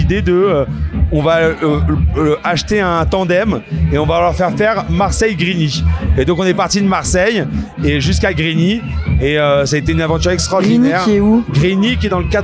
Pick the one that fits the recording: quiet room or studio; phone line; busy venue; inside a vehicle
busy venue